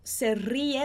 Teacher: é o som mais forte, porque é um R no começo da palavra. E depois a gente não tem mais nenhum R.